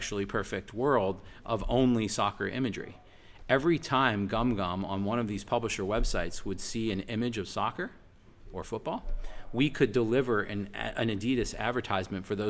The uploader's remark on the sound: Episode 13 was recorded at Sport Accord on the Gold Coast.